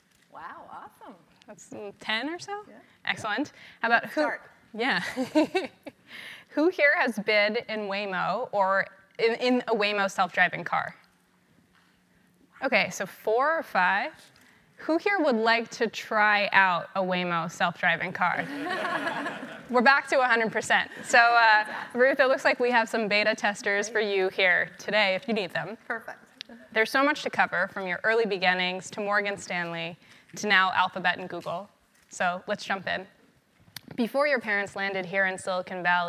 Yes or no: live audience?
yes